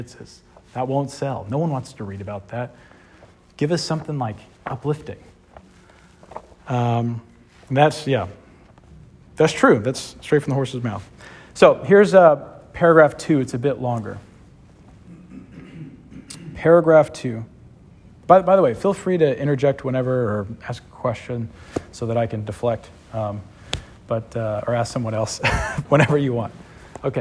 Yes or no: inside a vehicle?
no